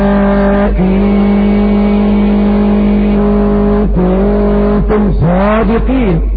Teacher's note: أما ورس من طريق الأزرق فيقرأ هكذا هؤلاء كنتم صادقين. ليس له إلا المد المشبع ست حركات بإبدال الهمزة حرف مد